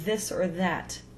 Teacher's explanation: It's that voiced th sound like we have in this or that · IPA: ð